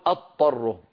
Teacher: إن قلنا أضطره أكون قد نطقت طاء مشددة وهذا خطأ، لابد من أنطق ضادا ثم بعد ذلك أنتقل إلى الطاء فأقول ثم أضره.